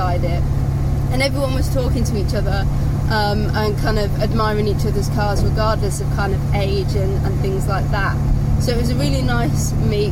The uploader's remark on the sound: all recorded from my 1968 Morris Minor, Peggy